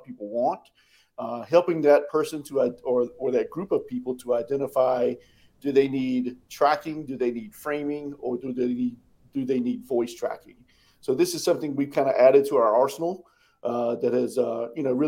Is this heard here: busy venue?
no